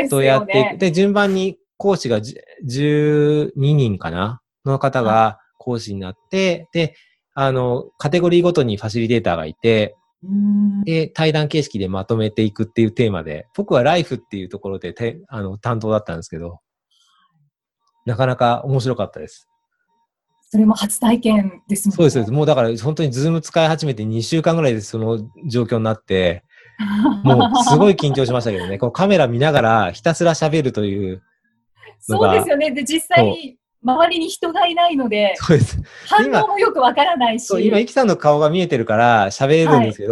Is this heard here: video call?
yes